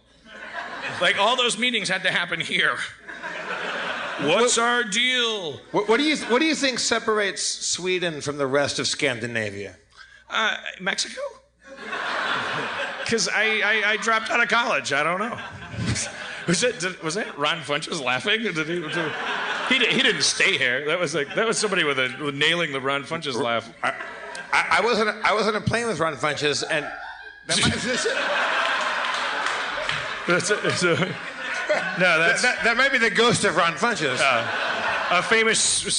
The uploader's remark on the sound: LIVE at San Francisco Sketchfest 2016!